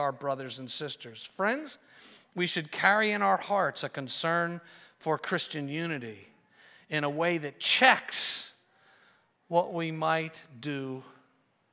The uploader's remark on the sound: preached this sermon at Covenant Fellowship Church on April 2, 2023